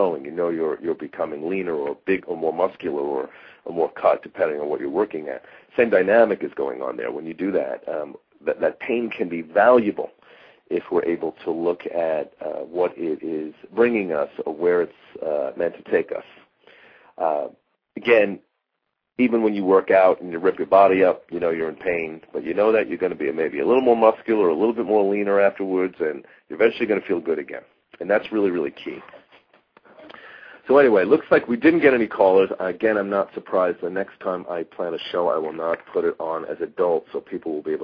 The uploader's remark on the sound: takes live calls halfway through the show